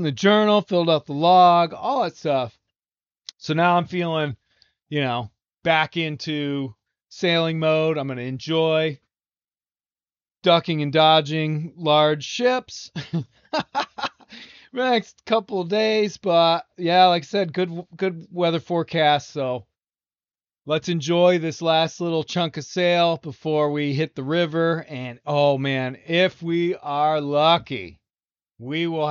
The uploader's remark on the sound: Offshore Recording Pre and Post Heavy Weather. The second to last offshore recording from the Fall trip from Maine to South Carolina.